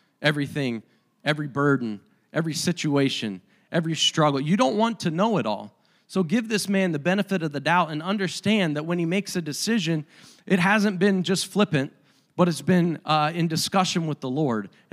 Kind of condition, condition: setting, large echoing room